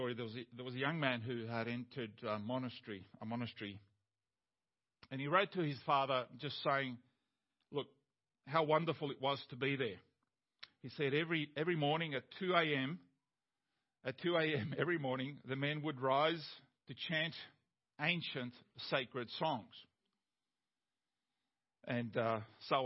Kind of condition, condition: setting, large echoing room